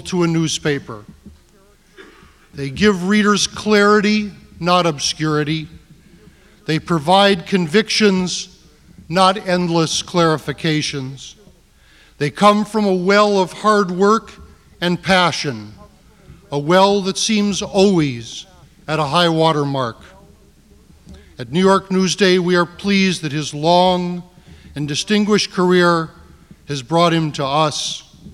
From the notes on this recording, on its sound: Recorded May 16, 1989 at New York's 92nd Street Y.